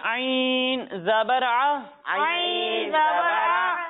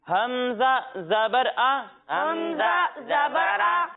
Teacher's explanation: ایک حرف ہے عین اور دوسرا حرف ہے حمزہ. جب ہم عین کی ادائیگی کریں گے تو اسے ہم حلق کے درمیانے حصے سے پڑھیں گے · Shown in: first take